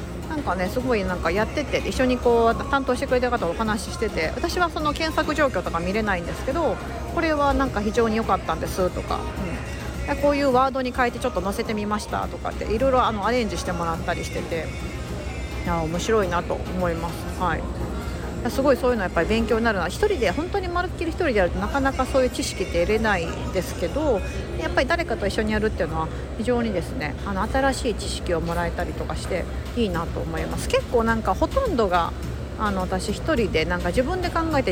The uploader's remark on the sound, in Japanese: 街歩き収録近所のカフェに仕事しに行く様子をお届け